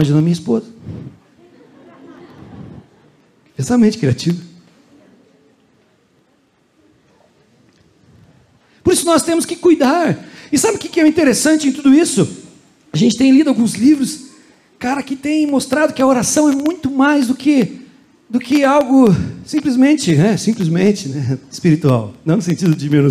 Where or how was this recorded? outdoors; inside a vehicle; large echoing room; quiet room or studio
large echoing room